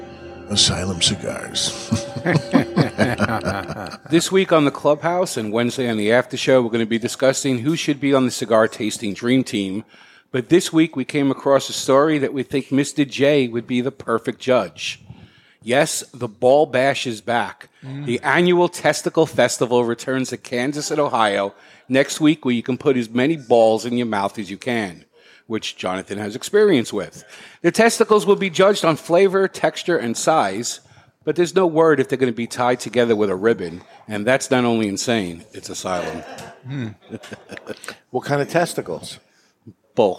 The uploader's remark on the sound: This week on The Cigar Authority Live from the Toscano Sound Stage in Salem, New Hampshire. Recorded live in front of a studio audience at Studio 21 Podcast Cafe upstairs at Two Guys Smoke Shop in Salem, NH.